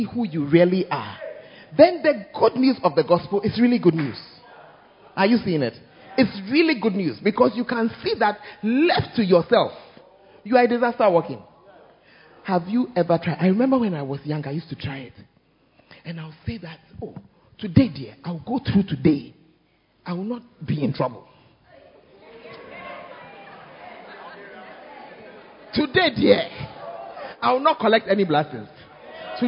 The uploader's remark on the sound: Preached At First Love Center, Ayeduase